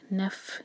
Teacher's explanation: جیسے پھونک مارنے کی آواز ہوتی ہے نا ویسی آواز آنی چاہیے فا پر